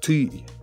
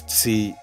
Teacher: Ket uses a T sound at the beginning of some words, whereas in the Athabaskan languages, you'd have a ts.